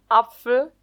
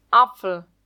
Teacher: Man könnte aber auch Apfel sagen. Da hört man ganz klar, dass das A nasalisiert wurde. · Shown in: second take · Term: Hypernasalität